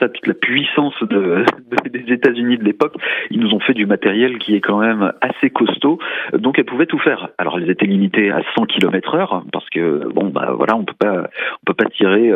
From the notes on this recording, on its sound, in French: par téléphone